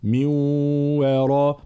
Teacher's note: مع ترقيق الواو وتفخيم الراء